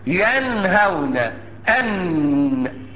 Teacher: مخرج النون اذا كانت مظهرة من طرف اللسان وما يحاذيها من لثة الاسنان العليا